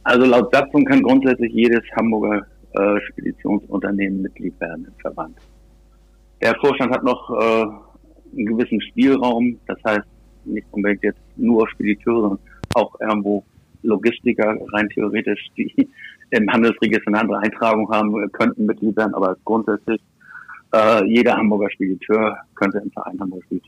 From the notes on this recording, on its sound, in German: auf Grund des Kontaktverbots am Telefon